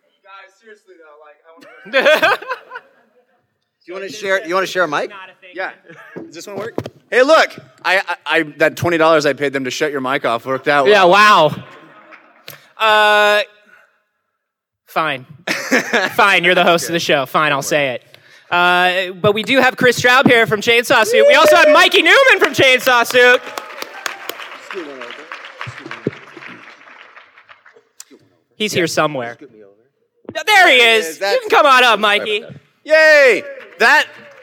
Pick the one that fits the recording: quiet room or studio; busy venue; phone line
busy venue